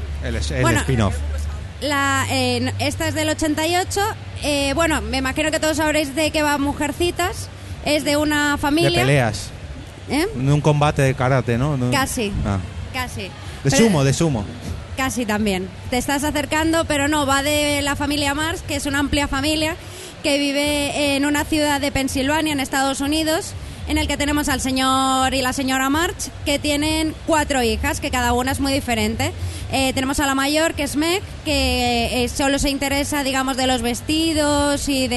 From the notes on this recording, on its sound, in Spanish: Directo #japanweekend. Hoy os traemos el episodio que grabamos en la pasada JapanWeekend de Madrid.